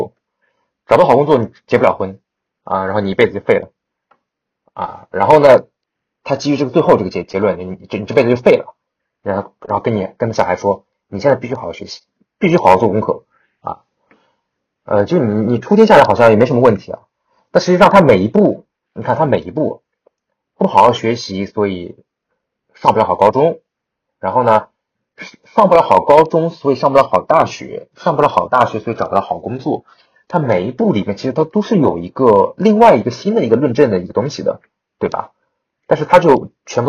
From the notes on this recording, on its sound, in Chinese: 本期因为主播感冒和设备因素，录音质量有所瑕疵，请大家见谅。